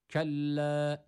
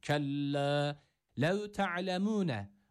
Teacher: Şeddeli olan lem elifi bir elif miktarı uzatıyoruz. A sesi vermeden.